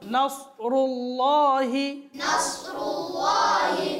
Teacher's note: سين سين হলে সম্পূর্ণ ভুল হবে, সেটা হচ্ছে কি সাদ